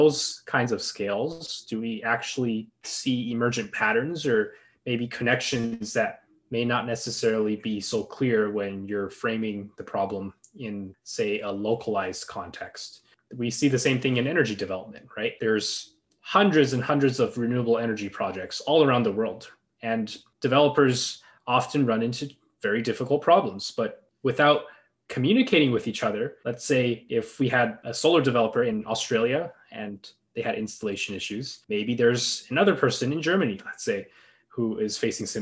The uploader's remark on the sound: Several EWB UW chapter presidents join. A (virtual) fireside chat.